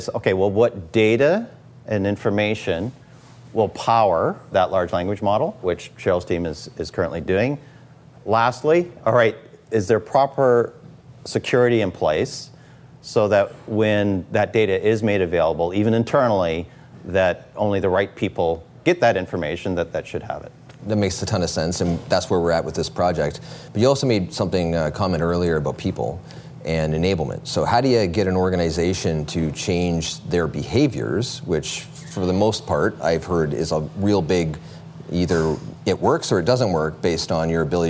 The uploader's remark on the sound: on location at their favorite watering hole